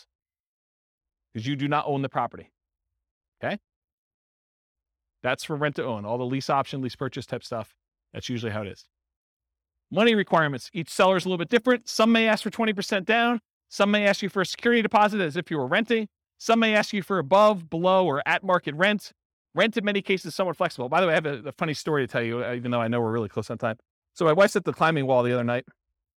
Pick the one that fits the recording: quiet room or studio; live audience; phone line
live audience